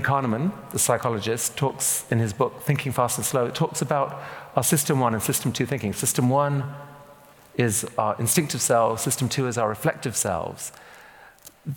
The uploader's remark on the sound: This conversation is a recording of our Intelligence Squared event at London’s Union Chapel. Onstage.